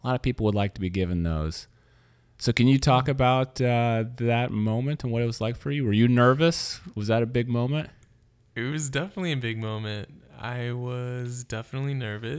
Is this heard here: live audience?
no